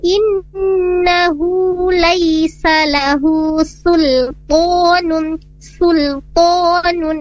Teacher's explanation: Karena di setelahnya ada huruf to, memang huruf to-nya tebal, tapi huruf sinnya ditipiskan